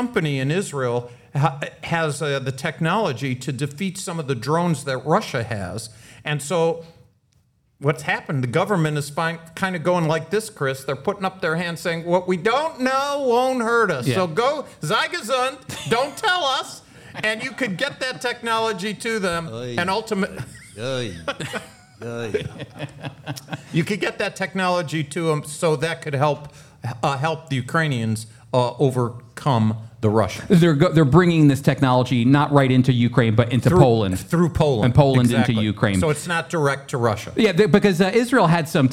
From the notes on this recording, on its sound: With a live audience. Live audience from Friends of Israel’s National Prophecy Conference: The Seven Feasts of Israel.